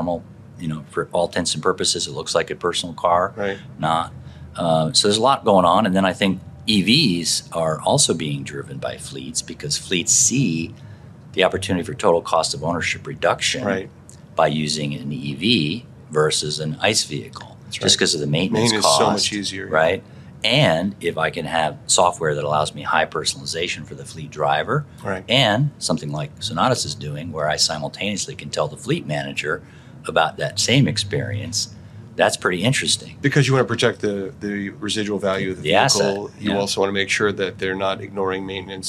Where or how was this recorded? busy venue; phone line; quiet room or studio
busy venue